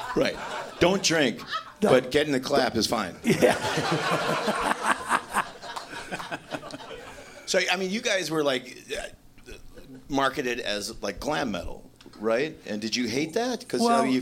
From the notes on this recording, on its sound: We decided to dip our toe into the whole LIVE podcast thing. Recorded live at the Gman Tavern in Chicago, IL. Some one-man acoustic jams.